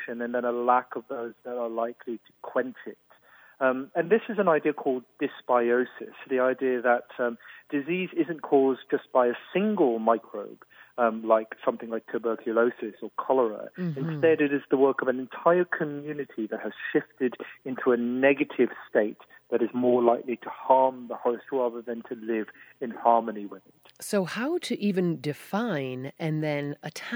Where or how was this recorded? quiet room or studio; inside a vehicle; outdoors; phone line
phone line